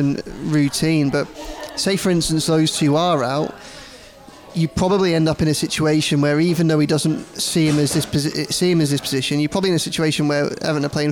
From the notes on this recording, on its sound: take a break from the Liverpool ECHO office and head to Lovelocks Coffee Shop